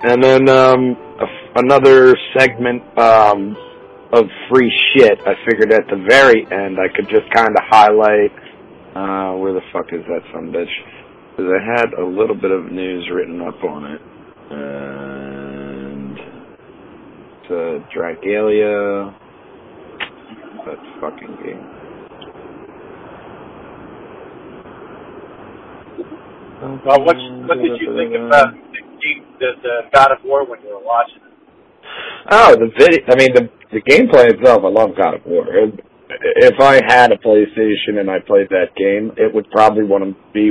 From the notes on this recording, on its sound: this time via phone